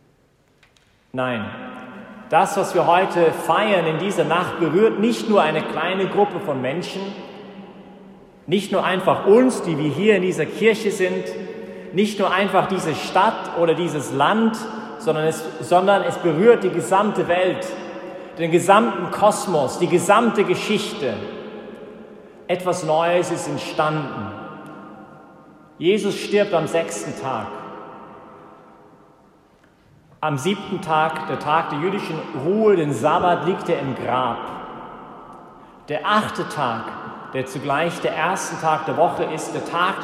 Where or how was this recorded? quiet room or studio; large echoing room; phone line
large echoing room